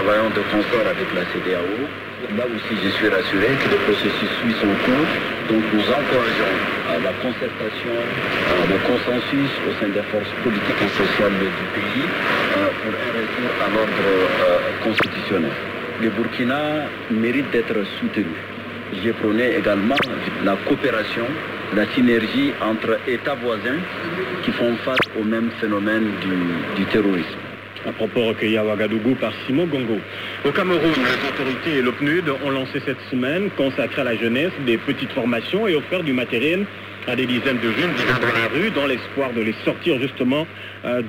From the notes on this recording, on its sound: Recorded in Europe February 5, 2023 at 12.00 UTC, the shortwave frequency of 21500 kHz. Recorded using Kenwood R-5000 receiver and Wellbrook ALA 1530+ antenna placed very close to the building wall (therefore gathering some noise interference).